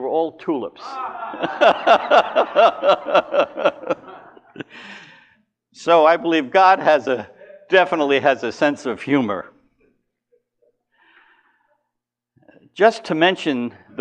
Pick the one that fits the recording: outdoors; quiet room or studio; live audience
live audience